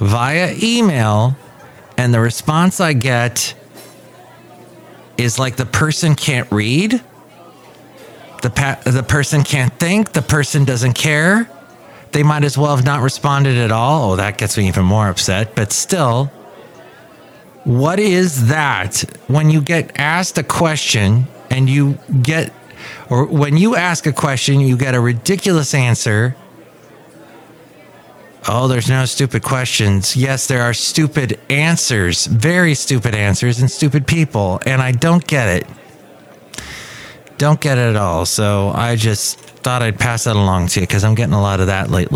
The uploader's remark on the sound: Podcasts live from Café Anyway.